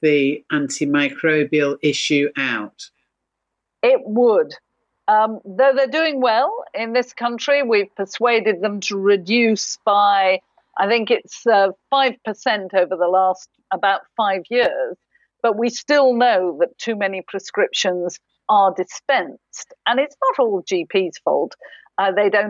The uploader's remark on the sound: via Zoom